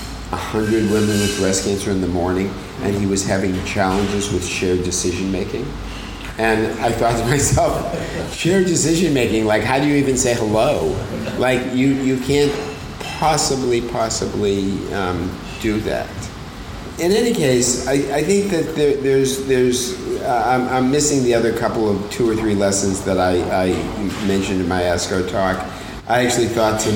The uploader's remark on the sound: This episode was recorded live in front of a captive audience in Sydney, Australia. Minor edits have been made to the episode to improve sound quality and flow.